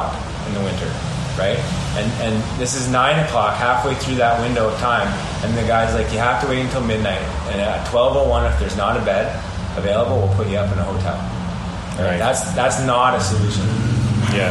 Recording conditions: background noise